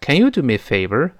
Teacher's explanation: 注意，一定是要，呃，声调啊，往上扬起来